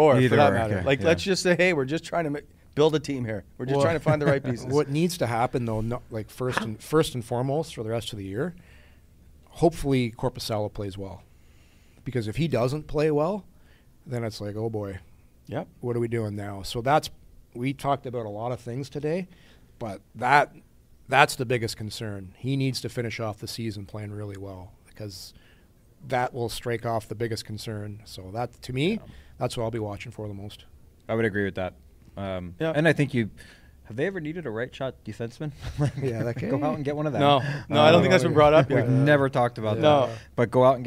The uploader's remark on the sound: The boys are live from All-Star in Toronto!